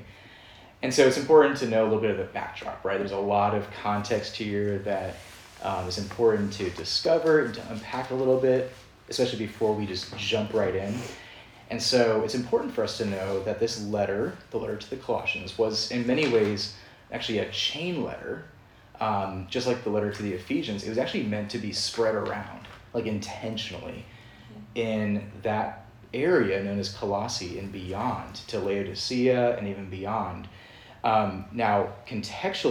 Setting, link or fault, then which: setting, large echoing room